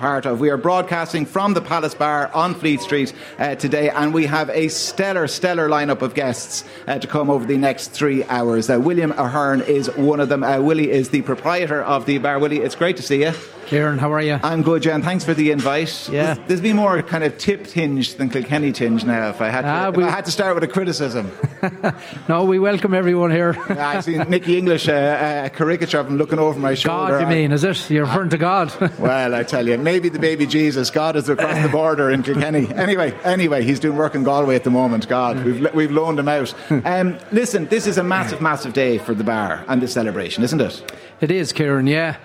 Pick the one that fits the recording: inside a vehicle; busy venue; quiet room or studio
busy venue